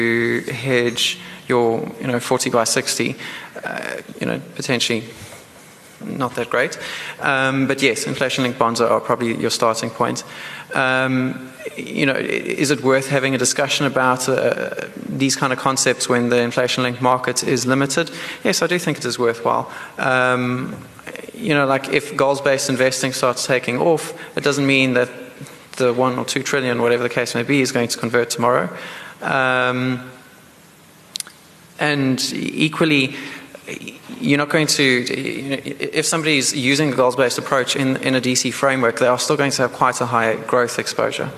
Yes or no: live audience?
yes